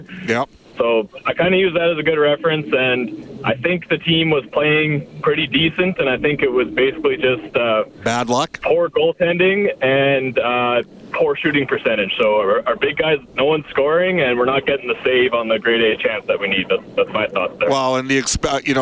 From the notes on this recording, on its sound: Opens up the phone lines.